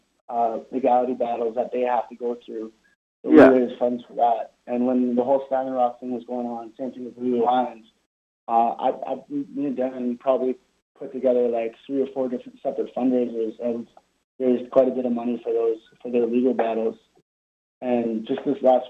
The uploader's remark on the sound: does a phone interview